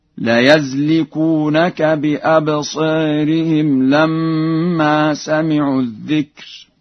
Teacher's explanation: قرأ ورش بفتح الياء في لفظ يزلقونك